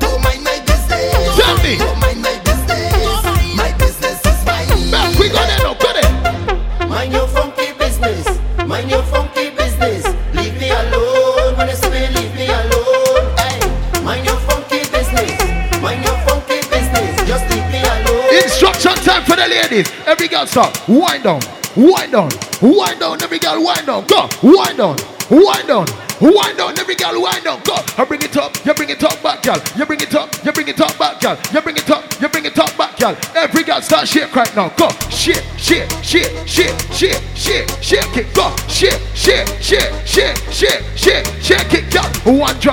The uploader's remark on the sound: Live Audio: Juice & Vibes The Day Party